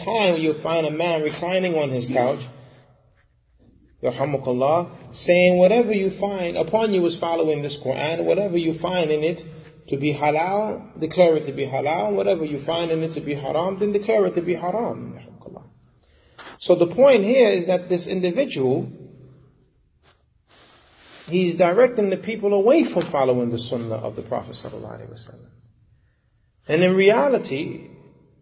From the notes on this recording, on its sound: Lecture given at Masjid Nur Allah, Queens, Ny